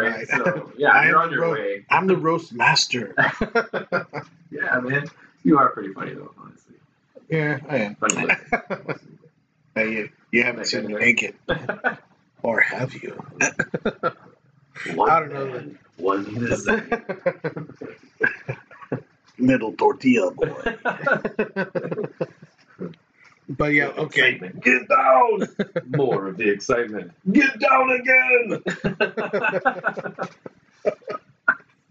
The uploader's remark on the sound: Add some bourbon in the mix and it was just an all around good time! This might not be the best sounding podcast.